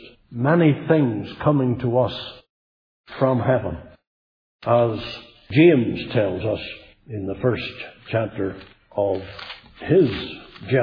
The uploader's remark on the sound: Centenary Conference in Northern Ireland 2018. Speaking at the Centenary Conference in Northern Ireland at Newtownabbey Free Presbyterian Church.